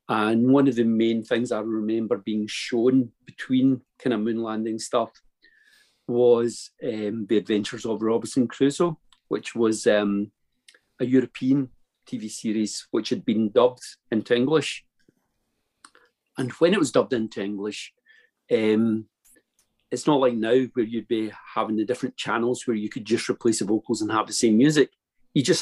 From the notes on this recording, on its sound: Spent the best part of 3 hours in our company one Zoom night a couple of months ago. The kazoo made a number of guest appearances.